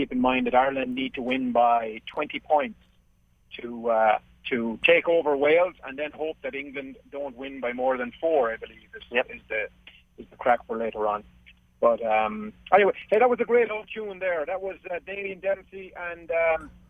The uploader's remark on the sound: The lads call in from sunny Florida